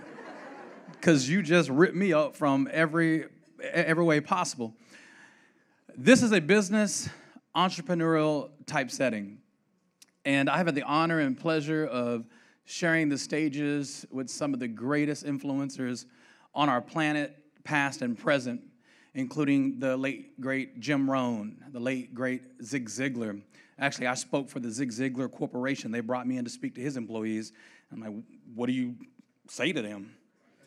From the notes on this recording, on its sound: the 2018 L3 Conference segment